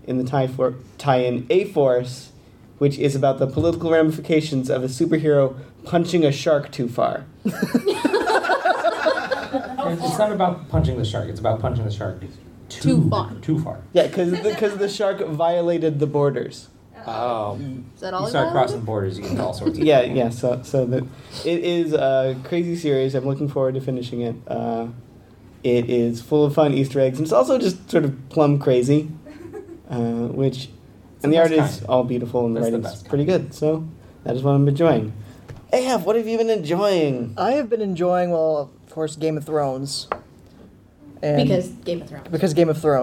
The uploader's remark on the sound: Here's the recording of the live audio. Our Balticon 49 live recording. Special thanks to our lovely audience!